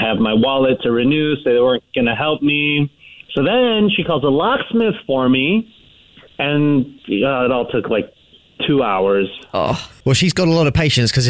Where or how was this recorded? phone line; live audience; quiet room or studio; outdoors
phone line